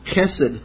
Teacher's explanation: it's a fun word to say because you get to kind of do that guttural, clear your throat sound on the front of it